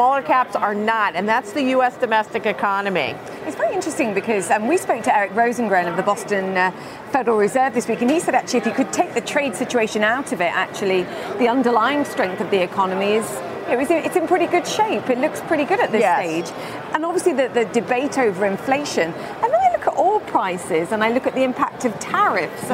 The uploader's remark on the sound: live from the New York Stock Exchange